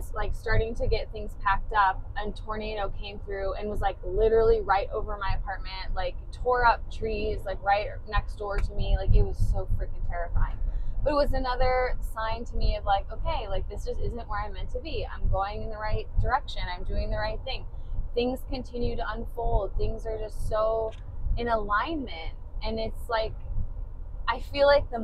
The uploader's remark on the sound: This is a special episode, pulled from a video we recorded IN the U-Haul after packing up my entire apartment to move me from Denver, CO to a small spiritual town in Iowa.